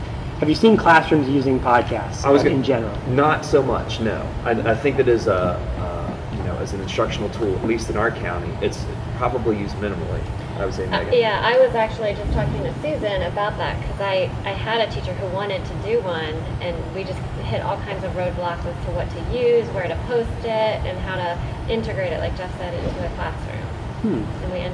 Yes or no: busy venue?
yes